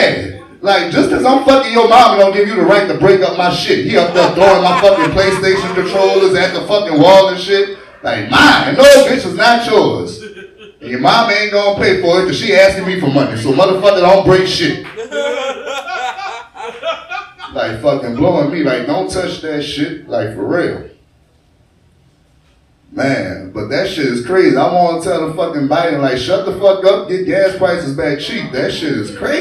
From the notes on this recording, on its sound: Comedy! Live from Capital Park. Recorded at Capital Park Bar in Baton Rouge, LA.